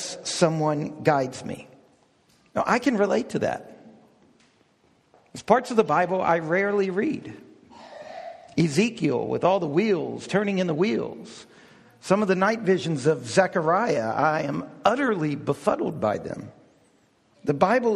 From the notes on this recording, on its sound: We hosted a DownTown Talks focused on learning how to read the Bible well. This is an audio recording of the lecture.